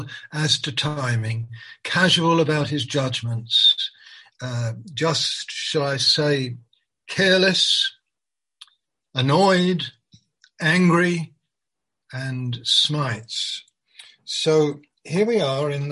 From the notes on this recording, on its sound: Malaysia Meets (Zoom).